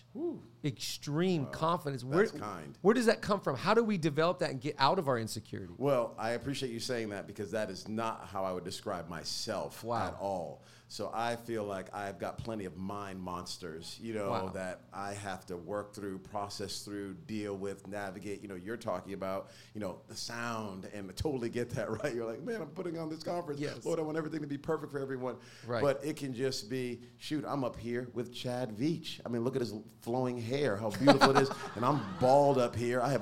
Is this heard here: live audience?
yes